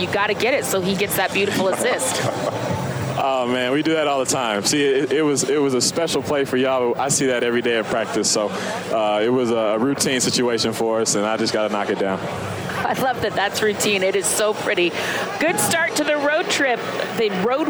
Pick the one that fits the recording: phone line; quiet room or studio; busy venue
busy venue